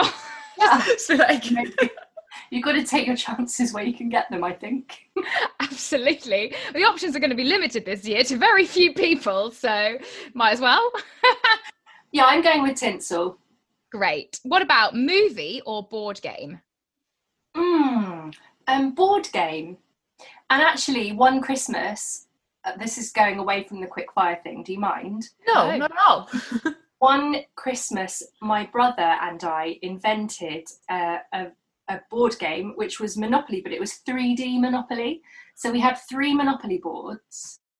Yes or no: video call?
yes